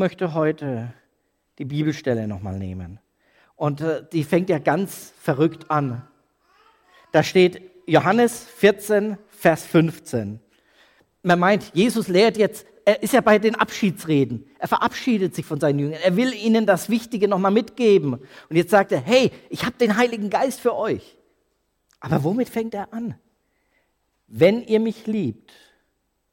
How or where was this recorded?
large echoing room